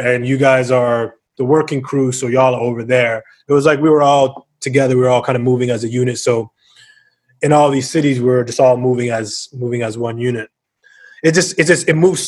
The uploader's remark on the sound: first of our socially distanced, zoom facilitated sessions